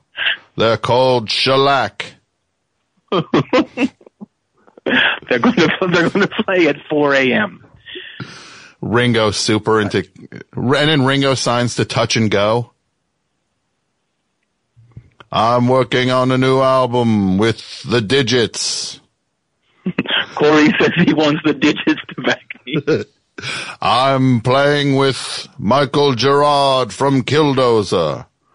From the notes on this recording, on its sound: Phones ring. Callers who have NEVER called The Best Show!